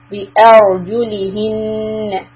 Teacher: So here the raw has sukun, but before that we see a fatha, so the raw will be heavy.